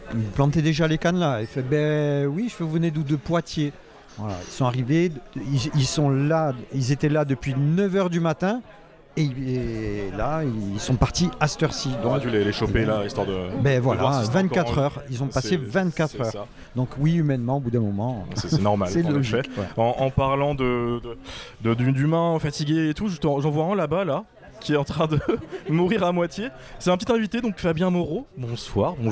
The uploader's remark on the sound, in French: Ce podcast a été enregistré dans les conditions du direct autour d'un café, le son est donc vraiment pas ouf. Voyez ça comme de l'ASMR préparation de cappuccino.